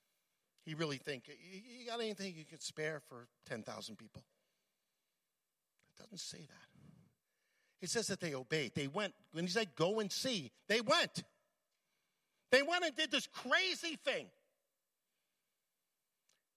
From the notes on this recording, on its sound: at Full Gospel Church Livingston, NJ.